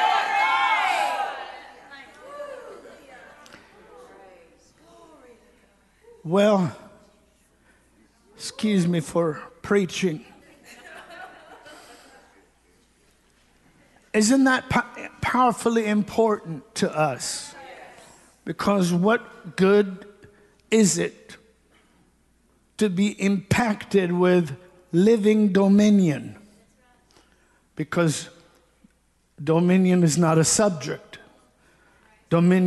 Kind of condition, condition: setting, large echoing room